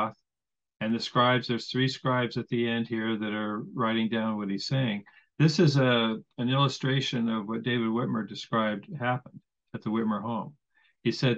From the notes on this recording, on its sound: I want to thank him for helping salvage this interview with the added b-roll. I had major issues with zoom and it all ended working out in the end!